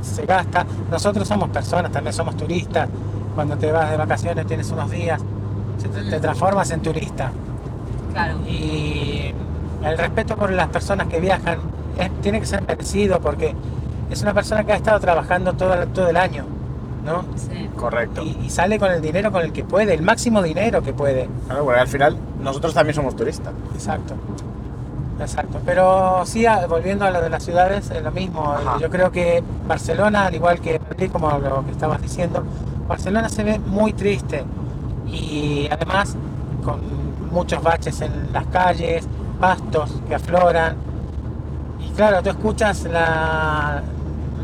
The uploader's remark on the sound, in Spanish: Lo primero de todo es pedir disculpas por la calidad del audio, este episodio ha sido grabado durante un viaje a Andorra y en el acto durante el trayecto en coche, sin ninguna preparación. Una charla espontánea entre amigos.